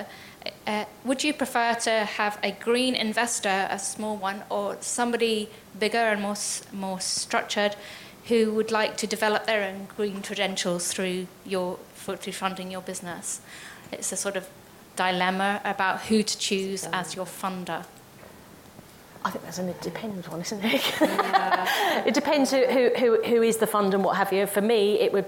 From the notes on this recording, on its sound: Our Succeeding In Sustainability masterclass took place during Sustainable September. The event inspired a fascinating Q&A.